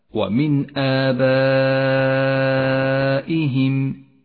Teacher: النون الساكنة جاءت بعدها الهمزة، والواجب هنا أن تظهر النون الساكنة والهمزة من غير تشديد أو غنة · Term: الإظهار